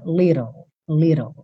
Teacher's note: Então, little, a gente tem esses dois T's soando como rararã, little, little. Depois do rararã, você leva a língua para o céu da boca para fazer o L.